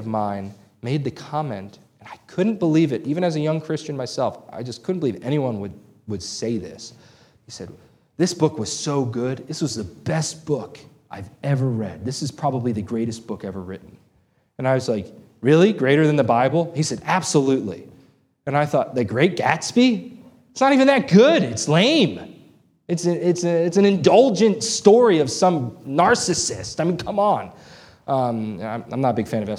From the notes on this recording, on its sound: This sermon was preached on May 14, 2023 at Antioch Presbyterian Church. A mission work of Calvary Presbytery of the Presbyterian Church in America located in Woodruff, South Carolina.